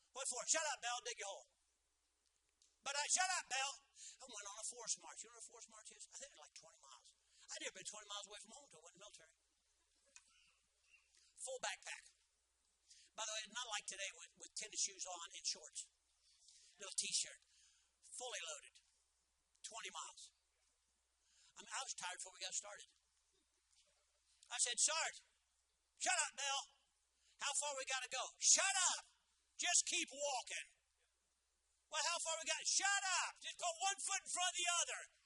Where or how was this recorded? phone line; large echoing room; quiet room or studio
large echoing room